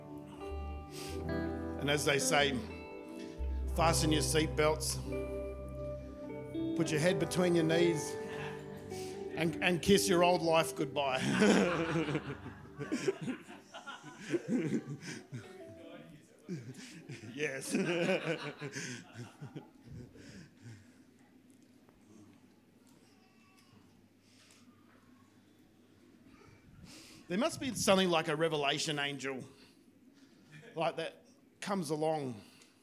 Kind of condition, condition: setting, large echoing room